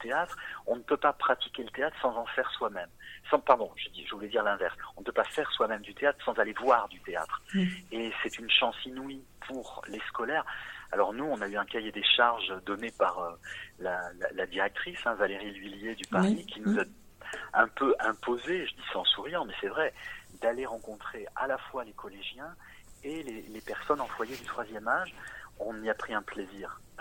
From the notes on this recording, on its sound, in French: Entretien téléphonique